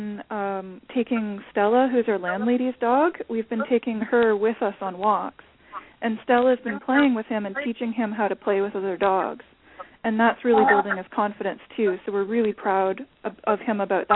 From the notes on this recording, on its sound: open up the lines for listeners to call